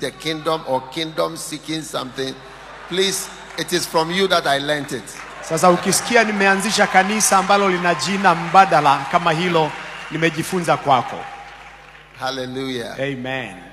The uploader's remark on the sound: Preached at the day 2 of the Healing Jesus Campaign Pastors Conference in September 2023, Nakuru, Kenya.